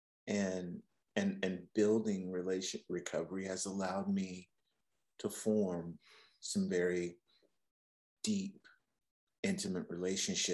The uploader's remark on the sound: From Raleigh, NC & Atlanta, GA on Zoom.